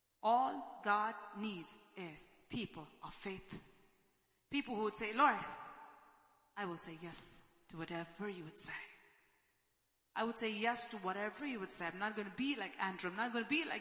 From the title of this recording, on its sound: ELBIM Church Sunday LIVE Stream Audio